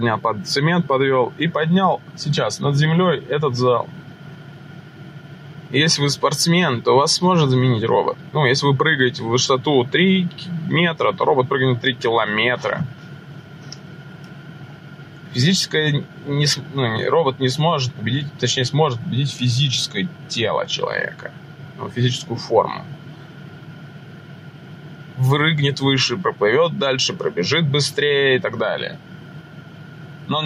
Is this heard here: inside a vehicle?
yes